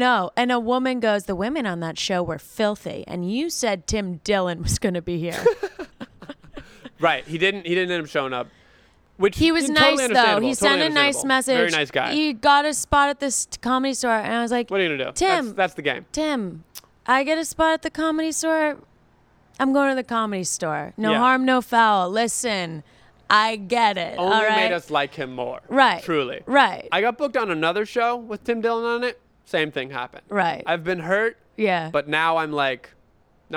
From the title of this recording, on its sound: Live From The Fire Escape